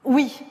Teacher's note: un oui un peu plus marqué, un peu définitif, presque solennel, avec une petite fricative finale d'ailleurs, un wish. Vous l'avez entendu ?